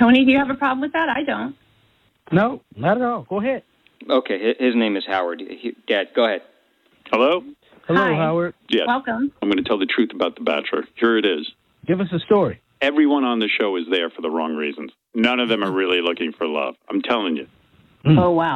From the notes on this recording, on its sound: Phony Phone Call